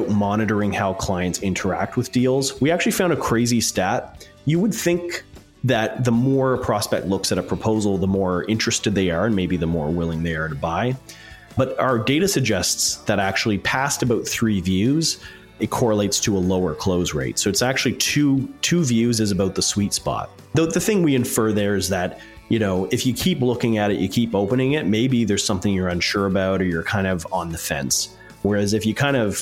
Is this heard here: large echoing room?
no